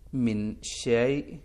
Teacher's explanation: شین پہ زبر پھر یا ساکن ہے تو یا لین ہوا